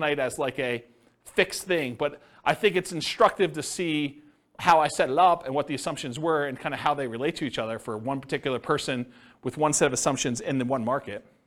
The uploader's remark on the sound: This was a live class recorded